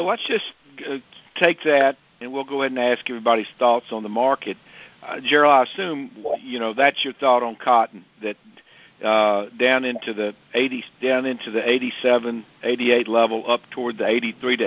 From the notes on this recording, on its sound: Monthly Cotton Conference Call.